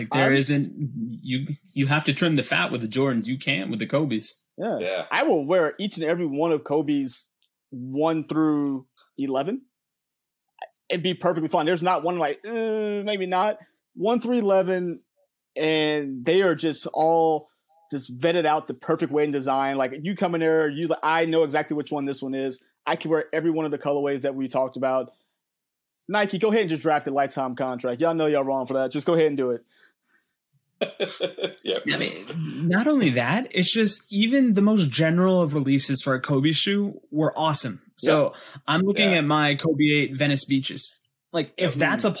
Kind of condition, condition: link, video call